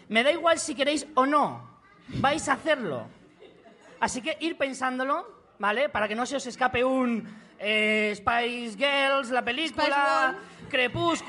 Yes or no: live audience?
yes